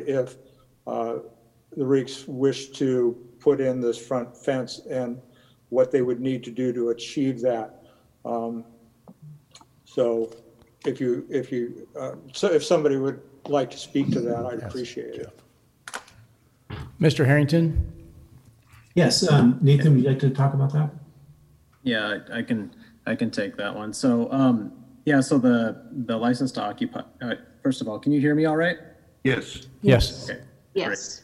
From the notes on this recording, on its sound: Live recording of the Astoria City Council meeting, June 1, 2020.